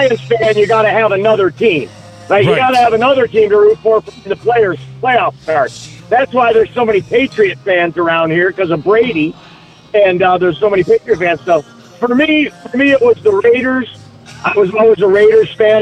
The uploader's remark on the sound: Recorded on Sunday Funday at the Rustic Tavern.